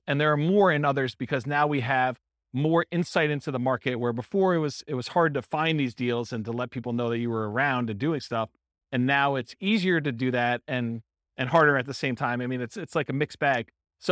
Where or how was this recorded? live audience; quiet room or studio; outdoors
live audience